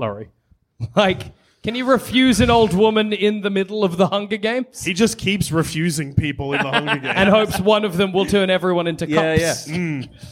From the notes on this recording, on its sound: Live from Eureka Hotel Melbourne!